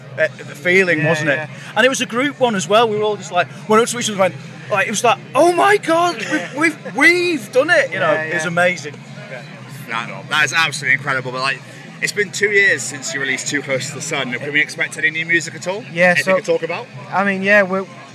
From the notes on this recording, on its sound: From our 'Live from Bloodstock 2023' series.